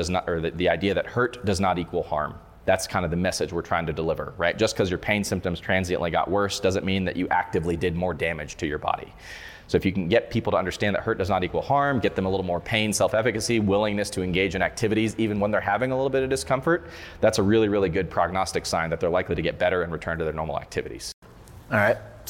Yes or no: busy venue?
yes